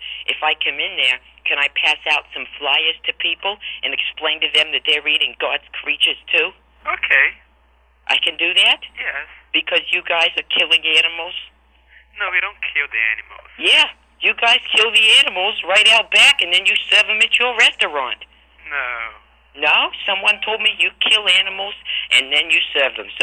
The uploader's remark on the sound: …'s Personal Prank Phone Calls Collection.